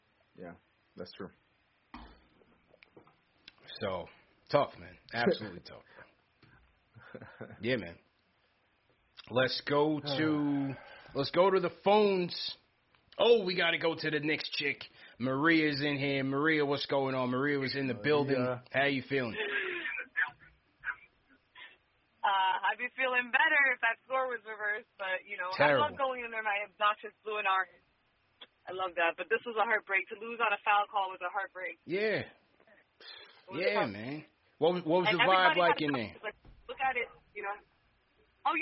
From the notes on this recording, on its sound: Post Game Show. Take phone calls from fans around the world!